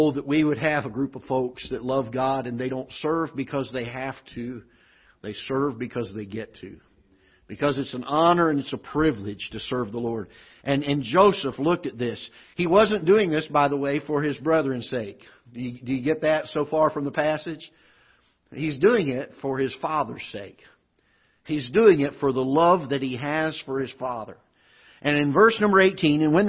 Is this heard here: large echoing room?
yes